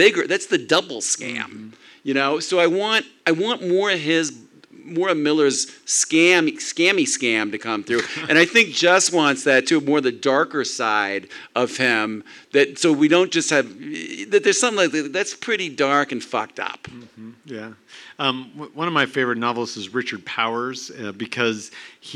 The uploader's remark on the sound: On August 22nd The Inlander hosted a live Miller Cane wrap party at the Big Dipper in Spokane.